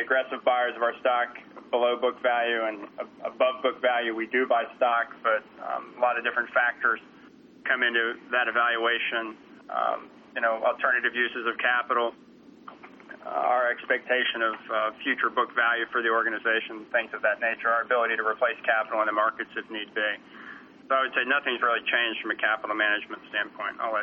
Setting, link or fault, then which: link, phone line